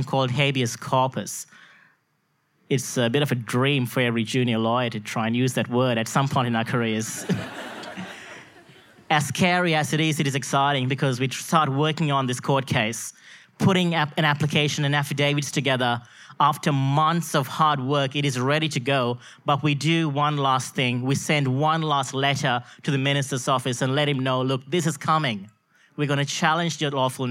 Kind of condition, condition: setting, live audience